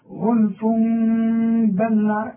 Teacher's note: يبقى بقلب برضه، بقلب التنوين إلى ميم وبخفي الميم وبغنها